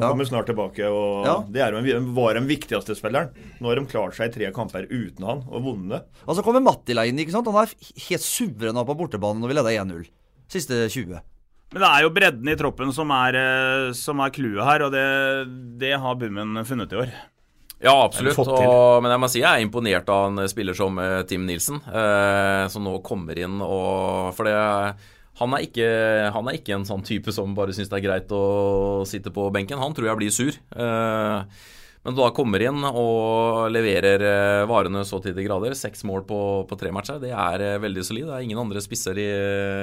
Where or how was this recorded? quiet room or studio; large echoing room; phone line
quiet room or studio